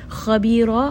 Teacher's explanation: kha is going to be heavy. And then ra in this case is also heavy. Ra is a two count, mad al-iwad.